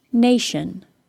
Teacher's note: Nation is stressed on the second from the last syllable.